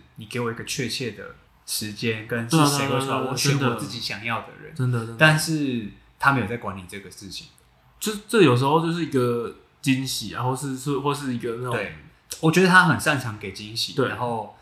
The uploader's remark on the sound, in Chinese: 這兩次錄音不知道為什麼回音很重，已經盡1000%力量調整了，下次會再改進。